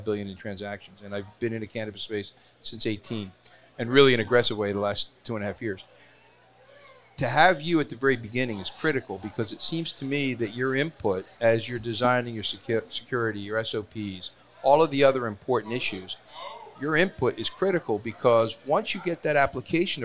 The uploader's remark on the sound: Recorded at MJUnpacked NYC